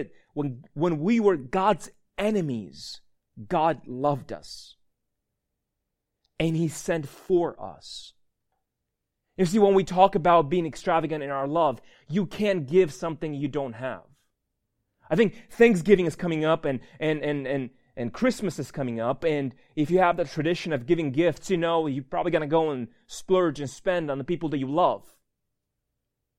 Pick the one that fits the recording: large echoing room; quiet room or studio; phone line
large echoing room